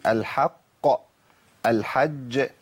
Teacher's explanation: المشدد الموقوف عليه وده بيبقى أقوى صوت للقلقلة